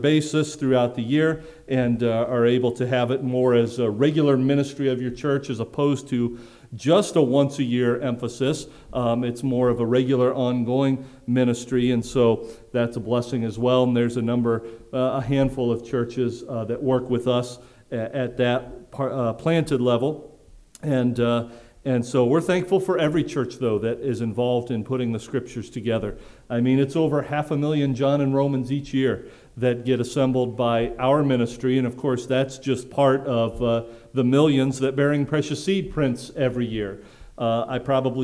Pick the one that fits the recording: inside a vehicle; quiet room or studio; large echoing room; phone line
large echoing room